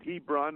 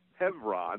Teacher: You may pronounce it Hebron, H-E-B-R-O-N. In the Hebrew, it's pronounced Hebron, the B having a V sound. · Shown in: second take